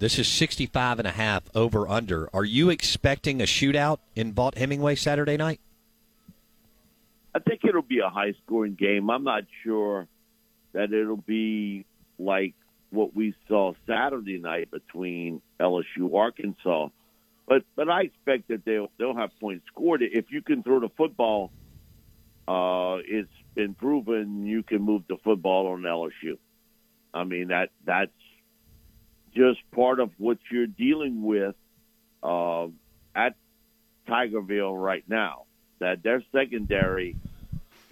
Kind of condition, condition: link, phone line